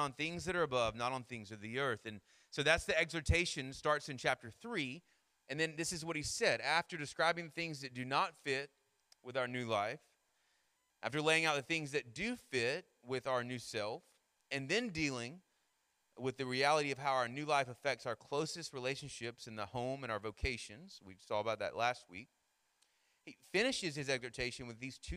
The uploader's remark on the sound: Sermon Audio from our Worship service